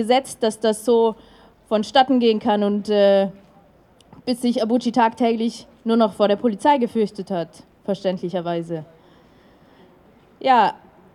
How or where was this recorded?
outdoors